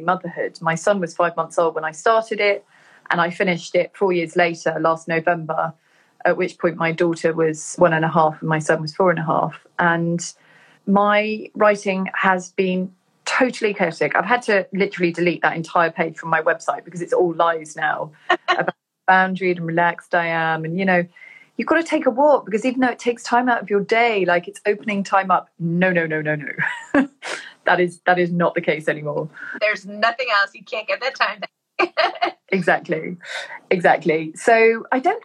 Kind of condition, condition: link, video call